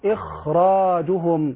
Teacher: لوقوع الراء المفخمة بعدها، وخاء إخراج بتفخيم أتت من أجل راء بعدها إذ فخمت